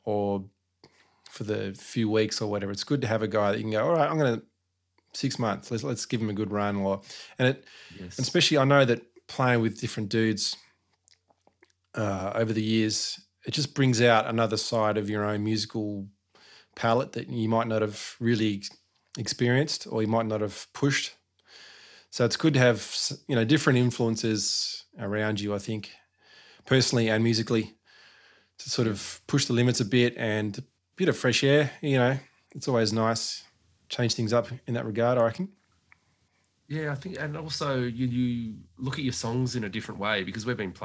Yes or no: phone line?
no